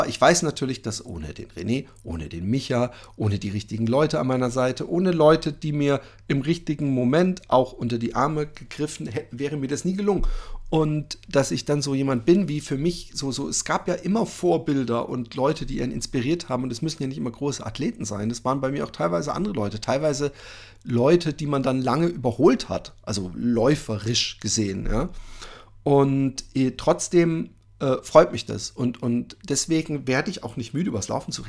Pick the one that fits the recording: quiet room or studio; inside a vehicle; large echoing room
quiet room or studio